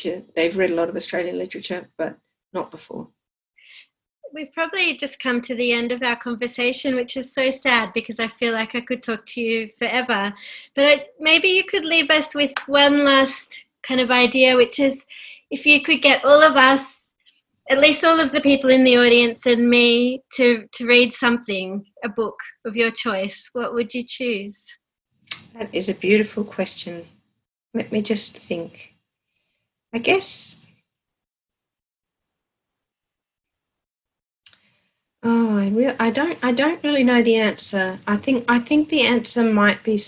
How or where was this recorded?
video call